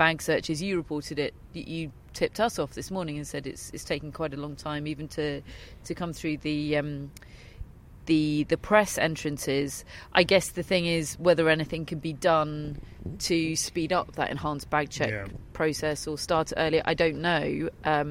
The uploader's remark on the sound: Live from Wimbledon Day 1